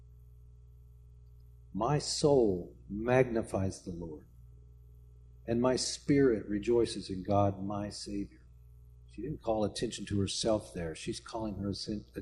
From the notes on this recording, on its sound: speaking at Soma Community Church in Jefferson City, MO on Sunday morning 24 December 2023